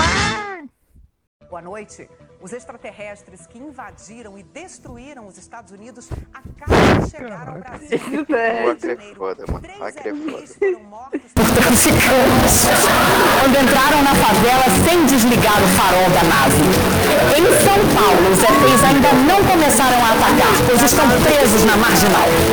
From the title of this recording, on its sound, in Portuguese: Áudio Estourado